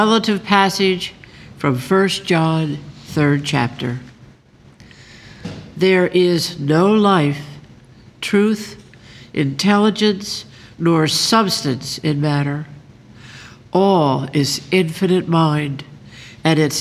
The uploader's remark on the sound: The Sunday service audio from December 31st, 2023